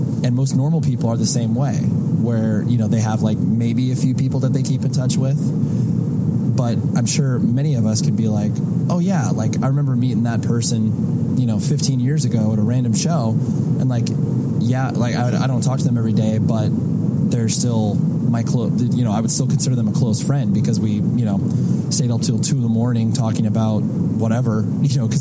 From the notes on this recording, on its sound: This chat that I had with the rest of the guys in my band. While we were on the road in December in Canada.